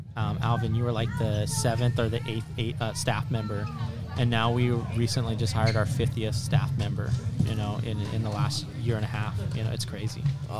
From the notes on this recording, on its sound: go live at white cane day 2022